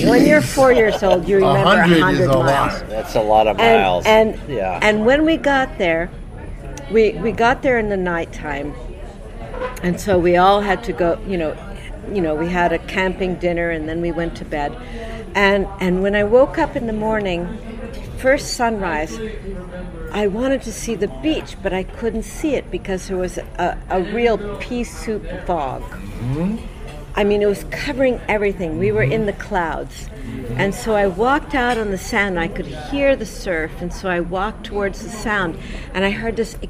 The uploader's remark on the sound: Recorded over dinner in NYC.